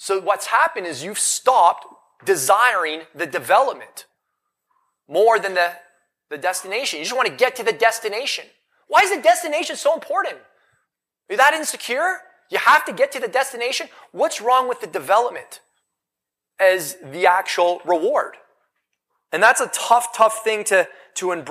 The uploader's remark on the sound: Recorded LIVE in Vegas